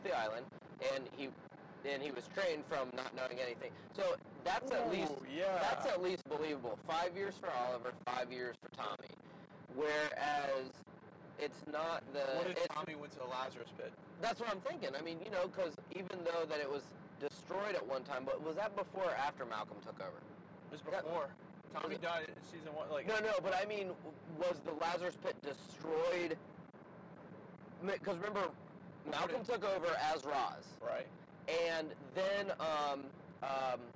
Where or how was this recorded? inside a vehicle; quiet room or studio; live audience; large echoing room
inside a vehicle